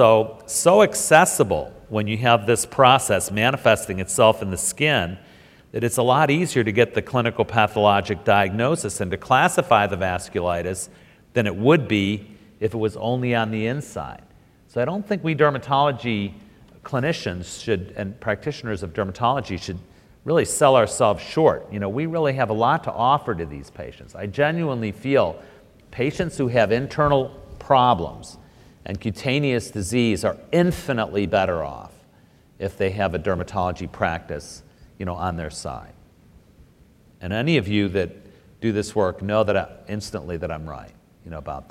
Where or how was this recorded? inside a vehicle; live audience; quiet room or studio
live audience